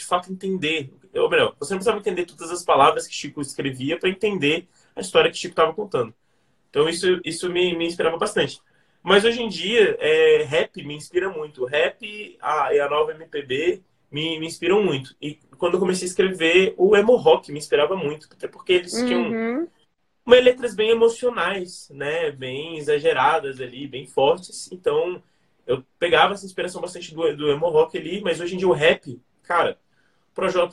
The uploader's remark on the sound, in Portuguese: Direto do isolamento, em sua casa em Brasília.